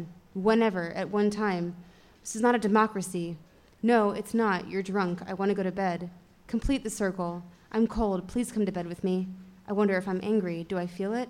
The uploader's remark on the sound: On Stage at Housing Works Bookstore Cafe